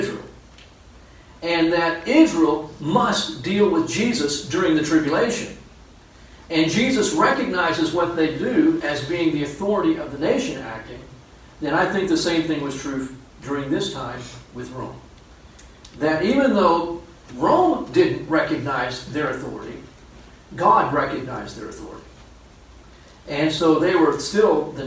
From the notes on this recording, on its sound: Unfortunately the main audio recording did not work so we had to use a back-up recording.